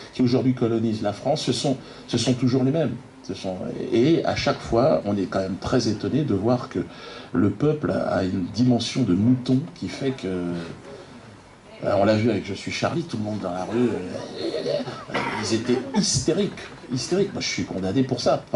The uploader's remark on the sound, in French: Une conférence commune au théâtre de la Main d’Or à Paris, dans le cadre de la journée « Je ne suis pas Charlie ». ERTV et Quenel+ étaient sur place !